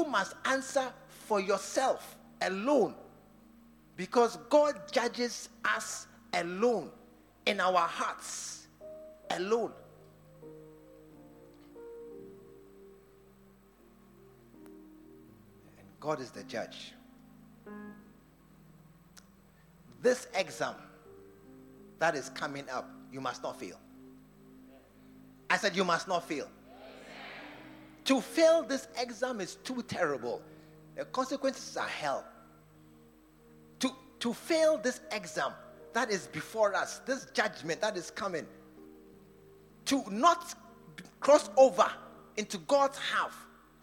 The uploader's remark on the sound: Preached at the True Vine Cathedral, Bantama